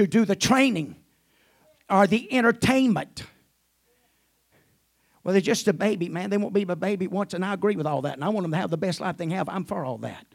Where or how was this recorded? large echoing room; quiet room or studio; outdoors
large echoing room